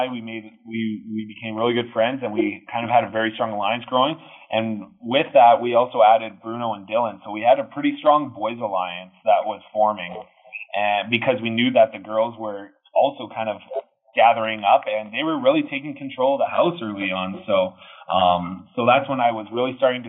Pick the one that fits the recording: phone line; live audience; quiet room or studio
phone line